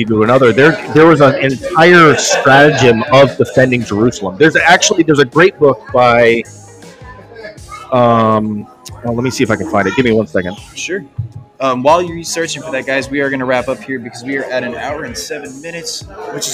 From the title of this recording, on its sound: History Happy Hour Live at The Pub